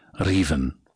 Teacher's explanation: Contrary to popular opinion, not every R is fully trilled, but every written R is acknowledged, and there is movement towards the little gum ridge behind the top teeth with your tongue tip, as if to trill the R. A full treatment would be raven, which might be just a tap or a flap. · Term: Scottish trilled R